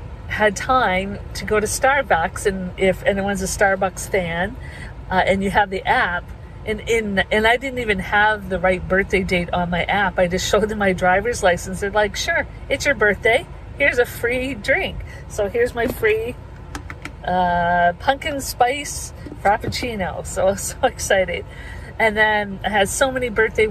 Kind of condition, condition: setting, inside a vehicle